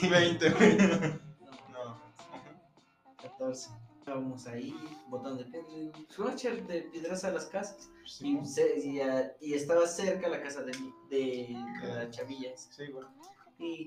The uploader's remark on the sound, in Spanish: Primero que nada banda una disculpa por el audio. No se grabó en las condiciones más óptimas.